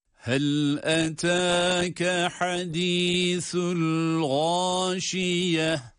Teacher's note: el-gâşiye derken gayın harfi kalın harftir ve burada da med ile bir elif miktar uzatılarak okunmaktadır